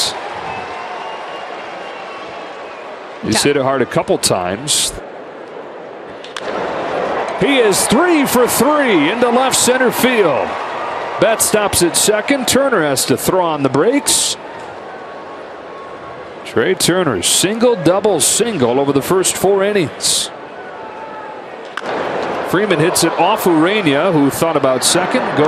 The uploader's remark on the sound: Live from #CoorsField